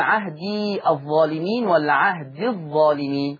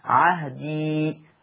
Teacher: عهدي، أثبت الياء. إذن الياء ثابتة في الوقف ومحذوفة في الوصل · Shown in: second take